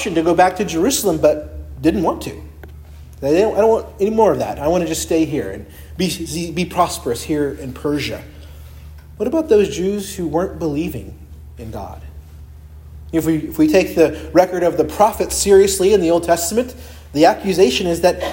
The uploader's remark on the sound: preached at Christ Our Savior Baptist Church on Sunday, October 29, 2023